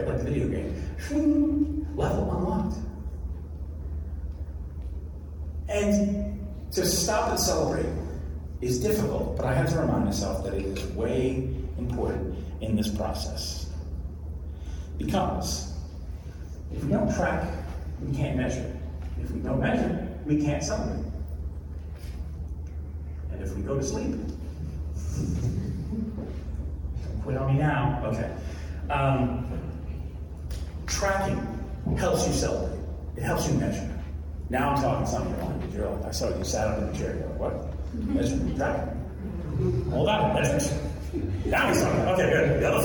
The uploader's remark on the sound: Where I share a recording of a talk I did at a recent tech conference called "That Conference."